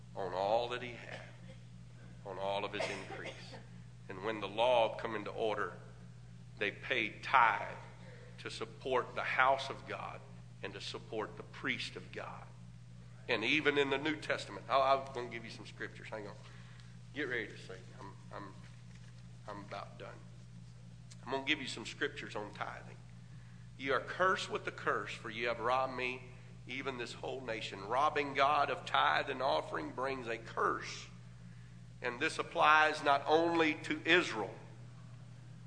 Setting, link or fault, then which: setting, large echoing room